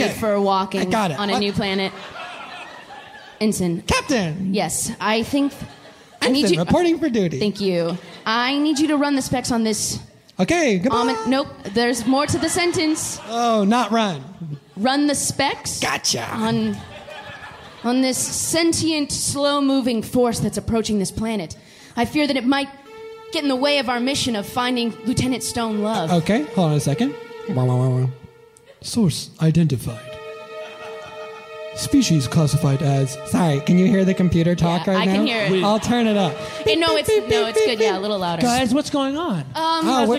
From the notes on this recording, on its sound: Live from the Bell House in Brooklyn.